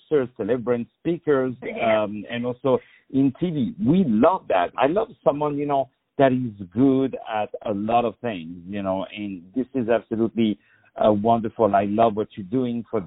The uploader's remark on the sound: On the phone